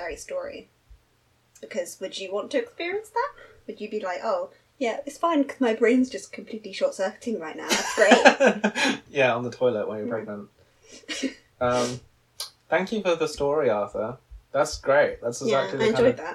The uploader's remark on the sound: Our sound quality isn't the best right now...